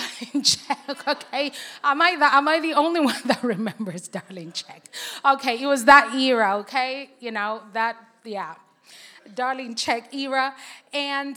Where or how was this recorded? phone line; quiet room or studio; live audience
live audience